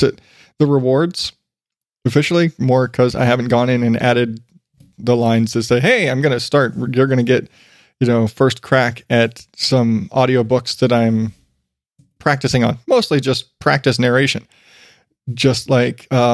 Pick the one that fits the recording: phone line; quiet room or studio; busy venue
quiet room or studio